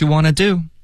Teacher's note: Want 的这个 t 的音最好发出来，别发 wantdo